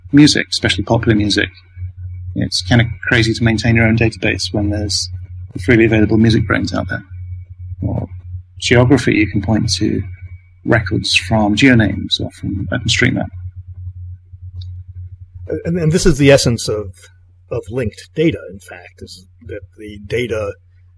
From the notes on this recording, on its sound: I apologize for the sound quality. I recorded it from Skype.